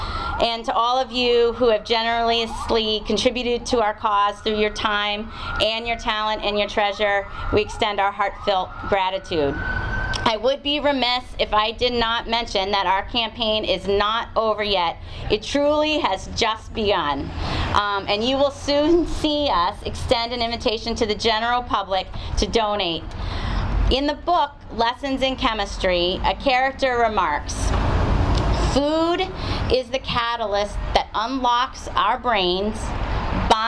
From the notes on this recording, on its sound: Grand Opening Ceremony held outside the new facility at 341 West Central Street. This session of the radio show shares the audio of the Franklin Food Pantry Grand Opening Ceremony held outside the new facility at 341 West Central Street.